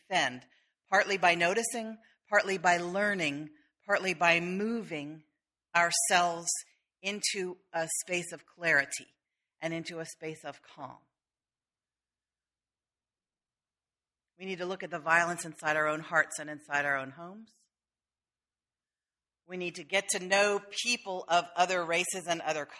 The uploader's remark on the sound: sermon delivered on August 4, 2013